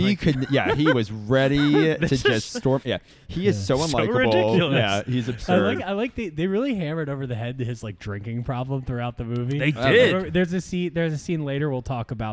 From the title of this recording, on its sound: LIVE FROM BREWERY ARS